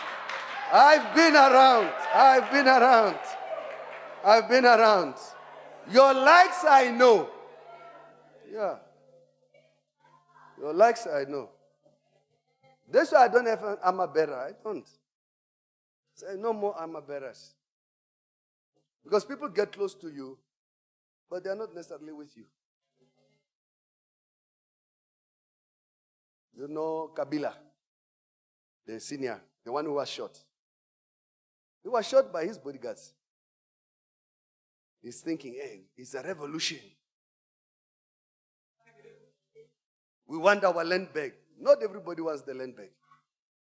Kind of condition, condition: setting, large echoing room